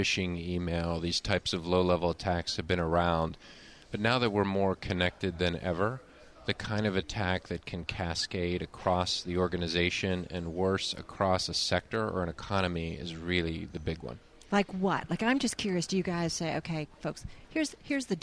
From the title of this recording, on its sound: Broadcasting from the 9/11 Memorial & Museum Summit on Security